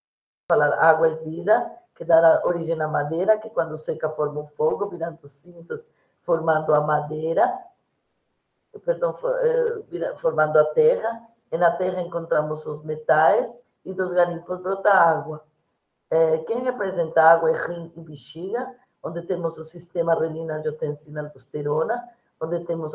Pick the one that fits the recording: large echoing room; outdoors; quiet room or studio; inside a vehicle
large echoing room